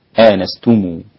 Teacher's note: وجه الصلة اللي هو ضم صلة ميم الجمع وصل آنستمو، هكذا.